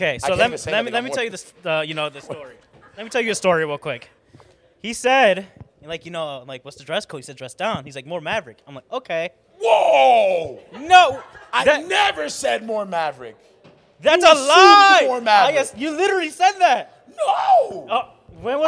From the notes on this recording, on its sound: This was our very first live podcast recording right after the live MUSIC recording we had that night!